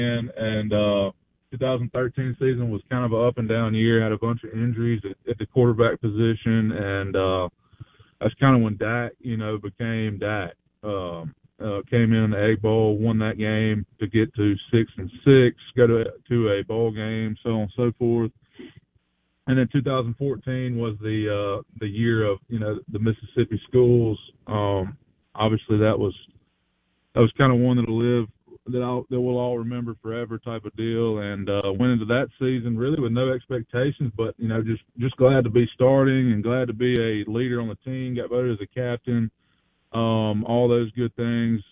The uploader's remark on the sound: Joins the show on Farm Bureau guest line. Live in the BankPlus Studio.